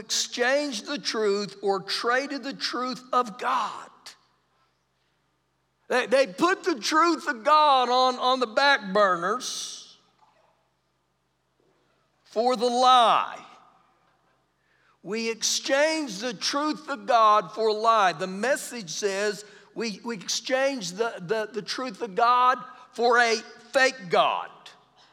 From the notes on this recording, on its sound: Recorded live during our Wednesday night service